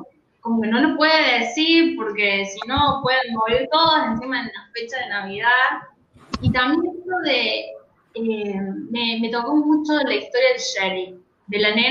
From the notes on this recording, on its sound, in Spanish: 3ra. Juntada Virtual.